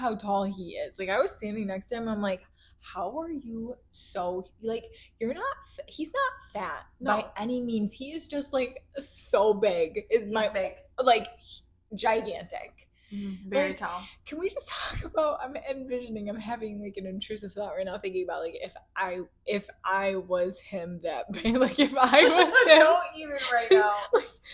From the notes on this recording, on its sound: The audio might be crappy